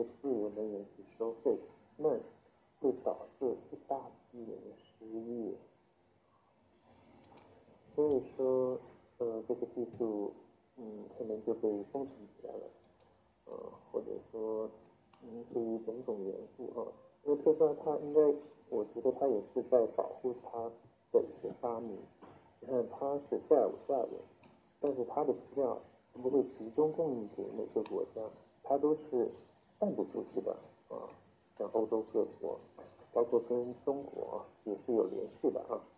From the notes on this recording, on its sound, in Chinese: 语音质量不好